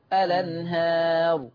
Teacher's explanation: هشيل الهمزه واخد الفتحه واحطها على اللام فتبقى الانهار · Term: نقل